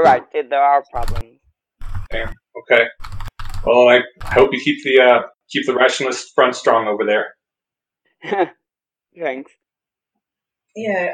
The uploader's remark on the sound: This is a recording of the live stream. Due to technical incompetence on our side, we lost the original audio, but managed to recover the episode. Since it’s a 2nd-source recording.